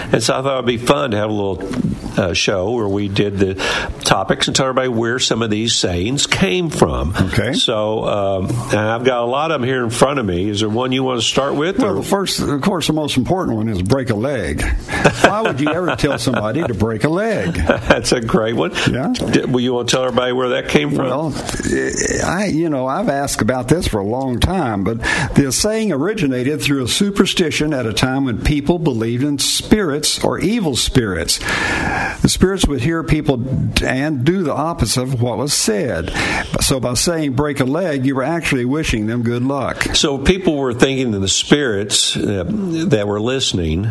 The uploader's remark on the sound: LIVE from the Lost Sea in Sweetwater